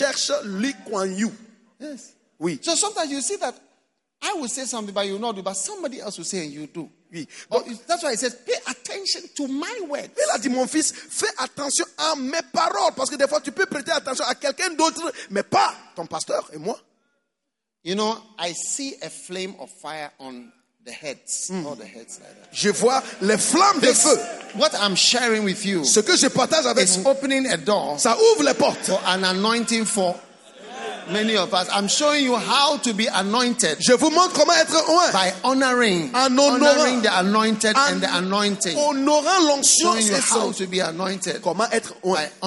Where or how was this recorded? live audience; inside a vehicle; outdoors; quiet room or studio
live audience